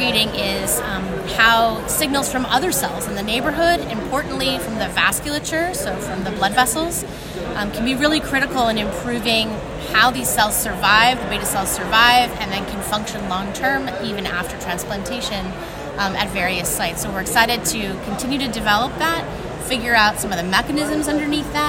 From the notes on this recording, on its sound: recorded during Day 1 of Islet Study Group 2023